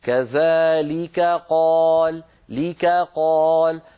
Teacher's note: والكاف والقاف مخرجهما قريب من بعضه فعلينا أن نبين الكاف مرققة والقاف مفخمة